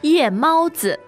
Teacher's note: so that's fourth tone, first tone, and then neutral tone.